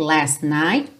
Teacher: você não ouve bem o T do last, porque já vai juntar no night, last night, pre-flight.